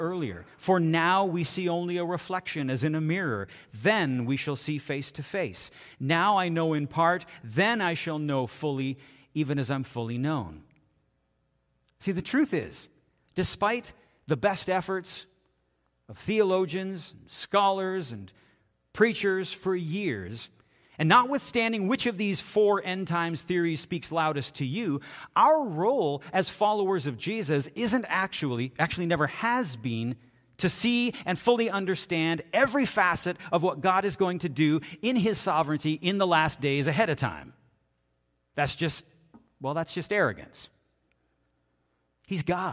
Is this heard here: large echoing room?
yes